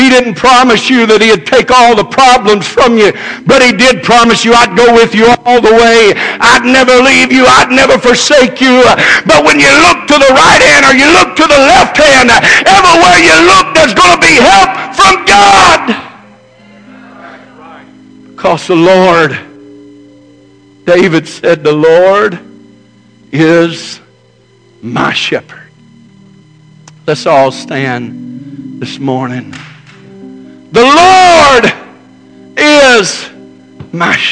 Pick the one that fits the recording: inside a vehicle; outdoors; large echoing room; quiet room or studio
large echoing room